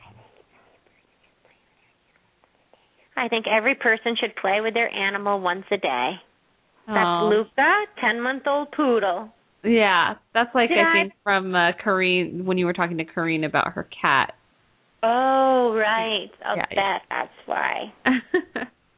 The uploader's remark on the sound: open up the lines for listeners to call